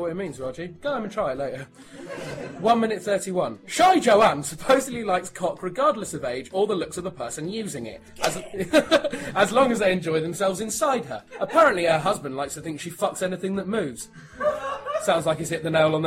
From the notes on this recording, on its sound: Live Episode 5